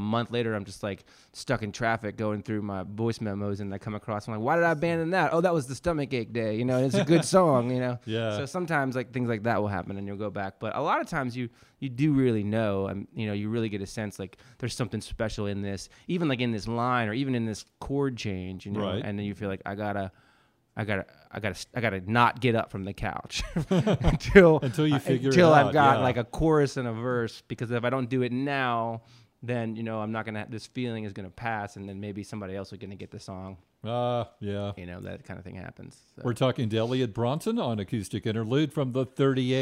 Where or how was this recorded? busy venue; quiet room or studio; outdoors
busy venue